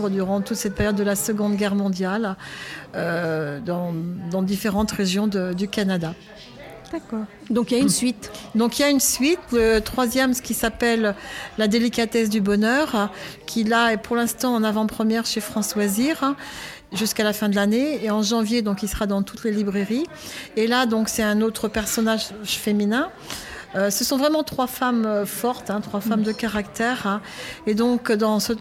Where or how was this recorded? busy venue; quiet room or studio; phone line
busy venue